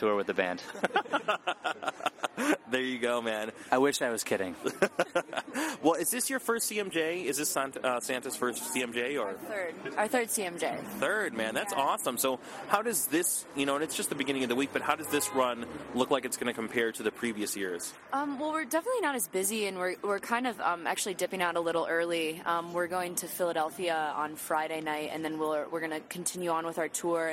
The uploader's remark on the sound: In an interview recorded outside of Pianos.